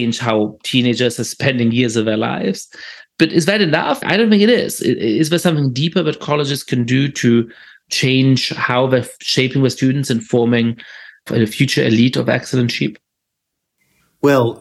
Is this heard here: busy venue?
no